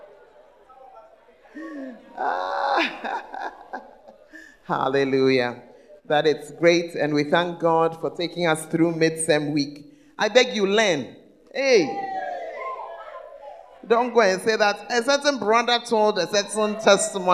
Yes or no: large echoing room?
yes